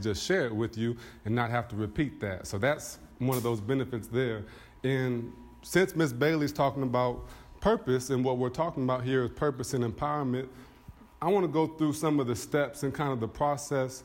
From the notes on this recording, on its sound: a speech with the BBE network's annual conference